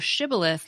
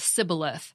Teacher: The Ephraimites couldn't pronounce the SH sound, so shibboleth came out sounding wrong, like sibboleth